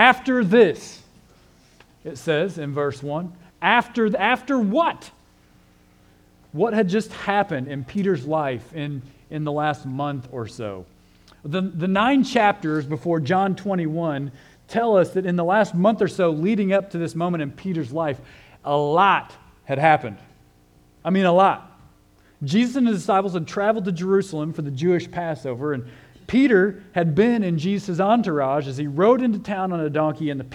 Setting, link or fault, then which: setting, large echoing room